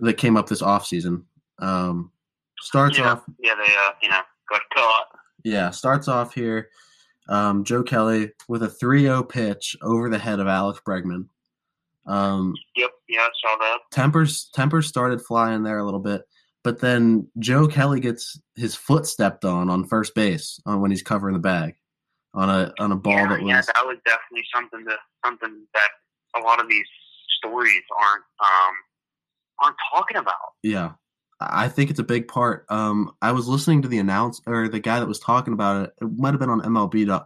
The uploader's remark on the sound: on the phone